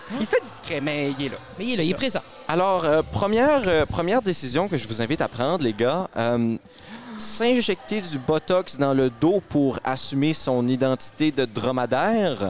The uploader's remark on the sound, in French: enregistré au 13 Barrels dans la métropole de Bathurst